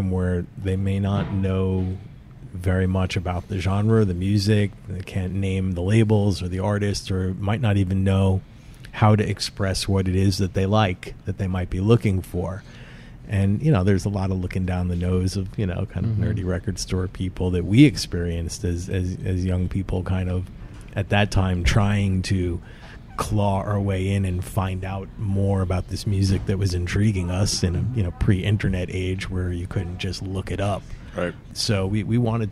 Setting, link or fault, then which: setting, busy venue